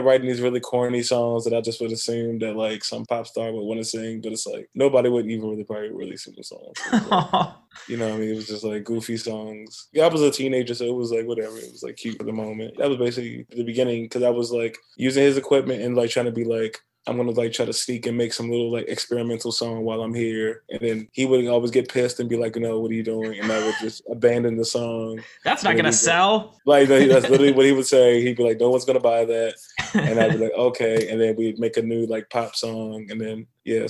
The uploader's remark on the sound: This episode was recorded using Zoom